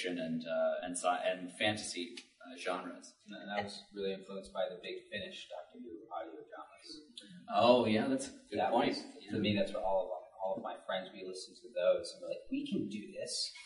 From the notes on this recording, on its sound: Today we bring you a recording from our panel at the Oak Lawn Public Library.